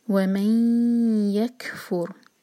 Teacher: دو seconds کا ٹائم اور ناک میں آواز لے جائیں گے · Term: غنا